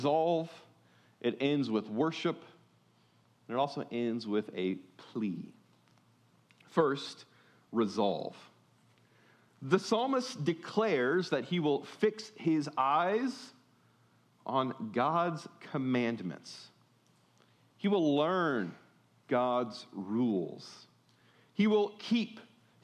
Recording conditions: large echoing room